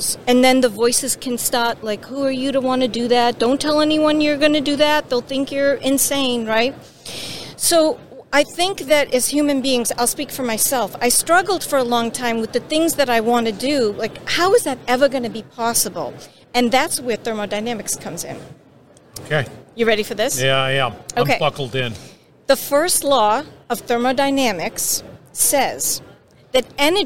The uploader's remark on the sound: is onsite at the 30th Annual SMRP conference